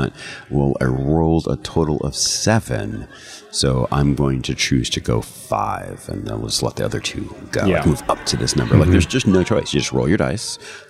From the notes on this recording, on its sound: The second of two Designer Deep Dives we recorded on the ground at GEN CON in August.